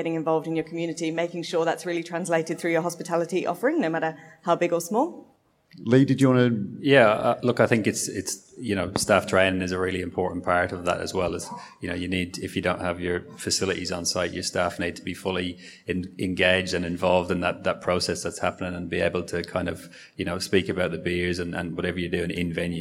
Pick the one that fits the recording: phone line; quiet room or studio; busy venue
busy venue